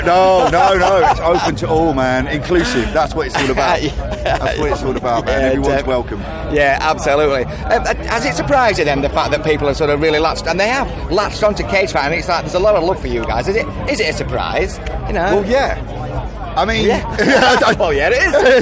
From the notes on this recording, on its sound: after their set on the Sophie Stage at this years Bloodstock Festival 2022